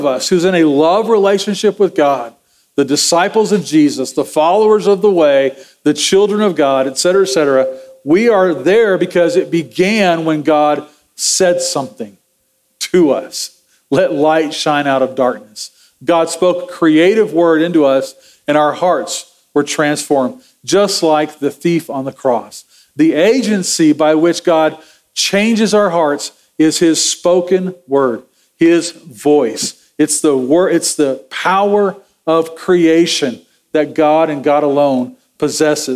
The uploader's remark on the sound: Sermon audio from Sunday, November 12, 2023.